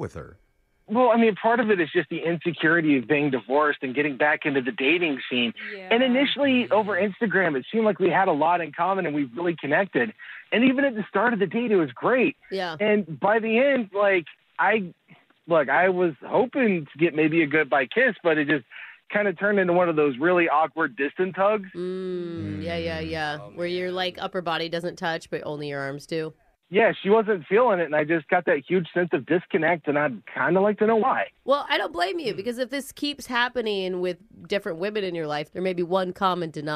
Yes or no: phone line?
yes